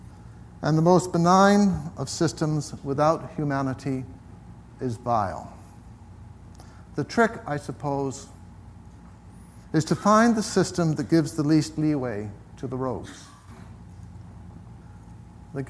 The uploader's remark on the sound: This week’s episode is taken from the recent Buddhist Geeks Conference